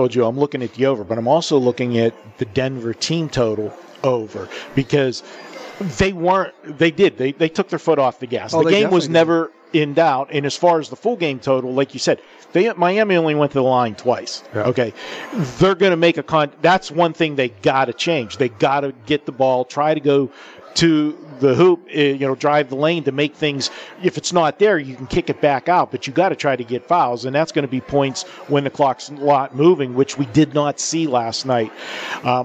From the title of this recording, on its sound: Live from the Super Book at the Westgate Las Vegas